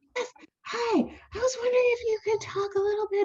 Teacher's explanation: And I changed my voice to this high, breathy voice.